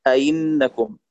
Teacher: وتسهل الهمزة المكسورة بجعلها بين الهمزة والياء نحو أئنكم. والآن أنت قرأت أبناؤكم، الذي لا يعرف القراءات ما عنده فرق بين أبناؤكم ولا بين أبناؤكم، فهمتموني؟